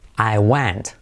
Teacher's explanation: Fijaos esa E, que la hago casi como una A. I went. Con nuestro sistema de fonético es con un acento al revés.